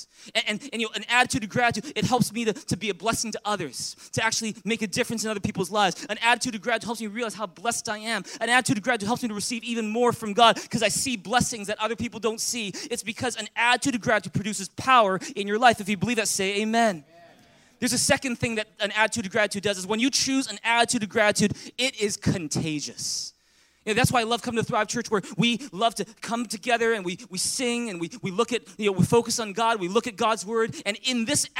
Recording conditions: large echoing room